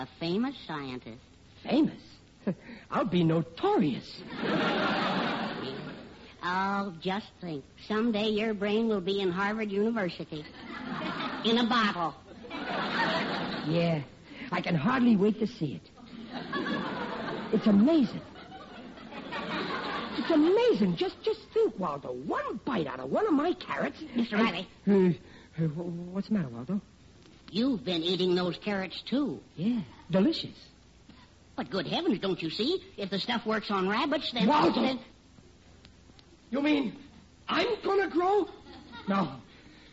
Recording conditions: live audience